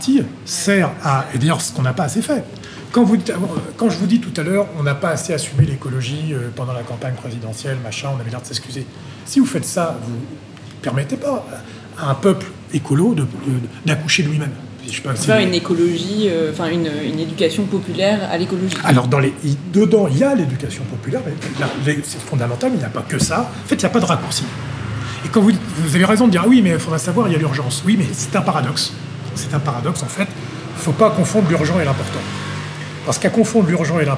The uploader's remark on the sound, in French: Enregistré dans un café parisien.